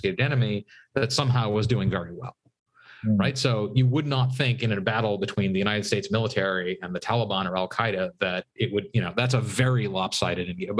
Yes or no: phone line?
no